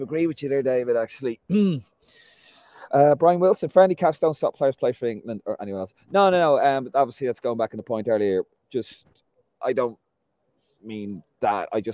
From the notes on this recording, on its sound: LIVE reaction from Lansdowne Road!